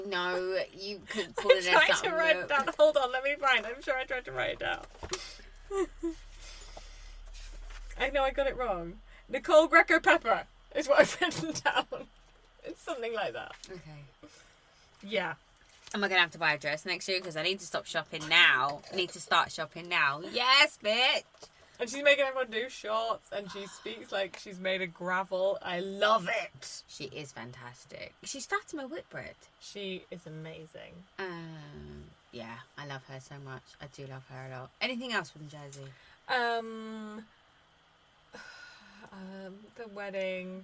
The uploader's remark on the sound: We're here with a special recording! We watched the PumpRules Reunion together and immediately recorded this episode. There's a bit of background noise, which we're very sorry about, but it shouldn't distract from the shade.